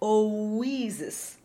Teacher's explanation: And should you choose not to make the glottal between O and Isis, since it's right at the beginning of the song, just be super careful that the lips don't accidentally make a W glide, O-Isis. Because of our O diphthong, it's very easy for that W to sneak in.